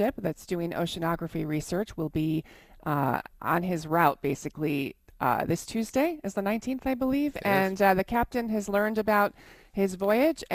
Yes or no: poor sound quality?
no